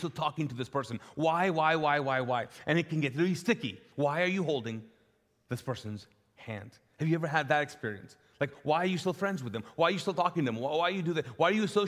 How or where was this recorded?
large echoing room